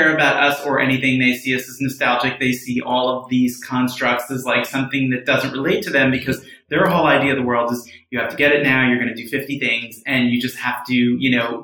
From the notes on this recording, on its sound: Please excuse the echo effect in this issue!